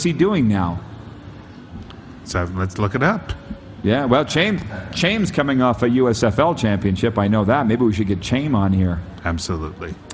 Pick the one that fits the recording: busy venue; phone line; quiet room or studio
busy venue